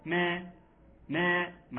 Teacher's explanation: ما مد طبيعي الألف يمدد مقدار حركتين والمفروض إن هو يتقال بنبرة السؤال